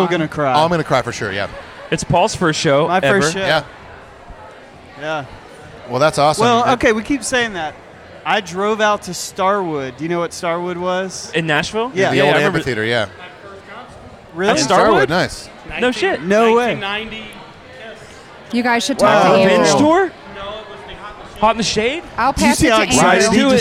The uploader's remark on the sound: The kind people at Hockeytown Cafe let us set up, record an episode. Live From Detroit.